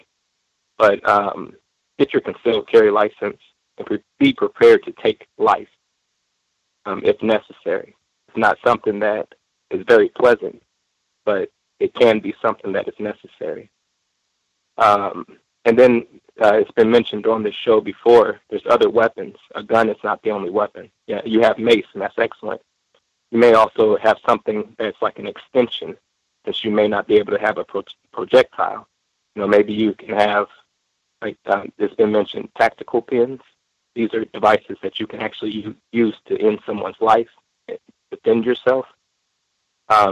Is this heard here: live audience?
no